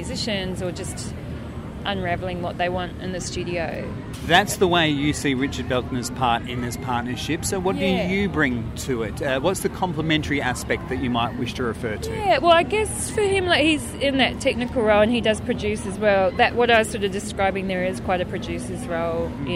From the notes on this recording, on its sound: Chat recorded back in March 2017, in The Garden of Unearthly Delights at the Adelaide Fringe. Chat recorded back in March 2017, in The Garden of Unearthly Delights at the Adelaide Fringe.